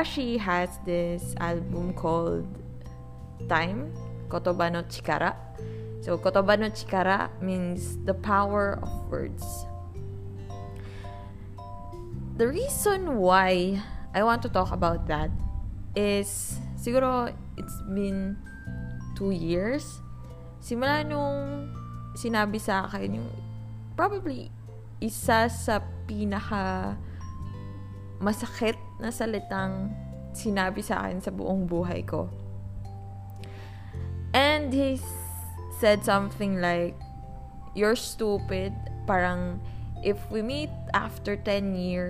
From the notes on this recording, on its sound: Grabe yung tahol ng aso, kulog, at wangwang parang ayaw akong pagrecord-in.